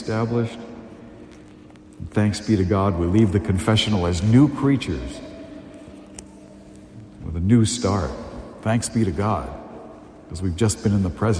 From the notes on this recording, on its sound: A homily delivered at Holy Family Parish in Amesbury, Massachusetts, on February 18, 2023.